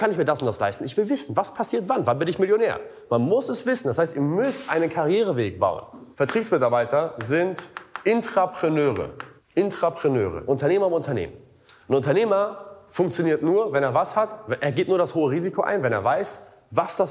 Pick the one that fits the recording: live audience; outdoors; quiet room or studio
live audience